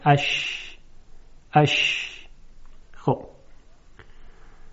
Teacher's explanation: خب، اما در حرف شین همین اتفاق میافتد، منتها وسط زبان برخورد نمیکنه، بسیار نزدیک میشه، به طوری که یک شیار ایجاد میشه، هوا با فشار از اون شیار عبور میکنه و شین تلفظ میشه